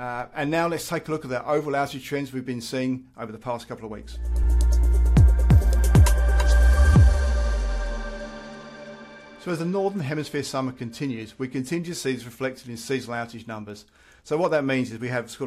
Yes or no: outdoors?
no